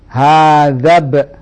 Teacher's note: Tapi lihat, saya tidak baca alifnya, langsung ke ba. Dhalnya langsung ke ba. · Term: hamzatul wasli